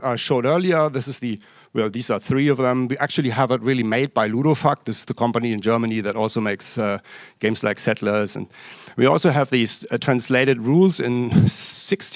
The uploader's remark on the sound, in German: Live aus der c-base.